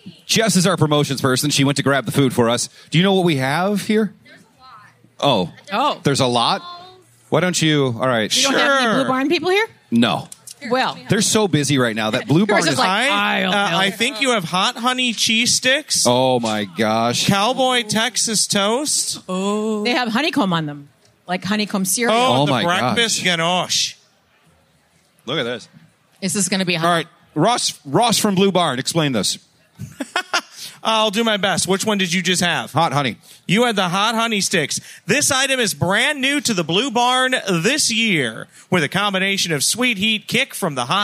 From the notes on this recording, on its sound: Podcast live from Hubbard Day at the Minnesota State Fair. A visit from 4H with goats and a turkey.